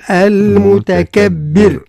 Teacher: إذا كان نقف على المتكبر الراء أصبحت ساكنة بسبب الوقف وما قبلها مكسور فترقق